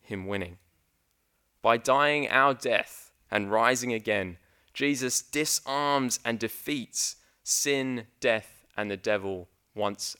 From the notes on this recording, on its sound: The first sermon preached at High Wycombe Church.